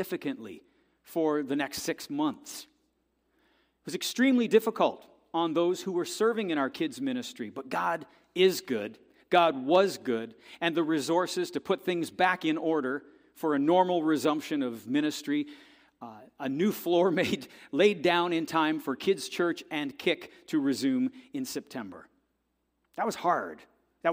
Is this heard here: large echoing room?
yes